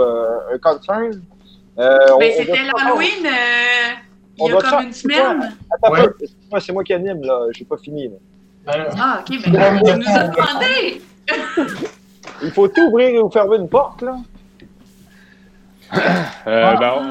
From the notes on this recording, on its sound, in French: Enregistré sur appel vocal Facebook